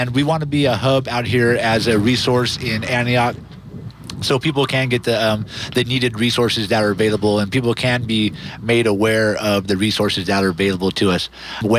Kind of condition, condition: setting, busy venue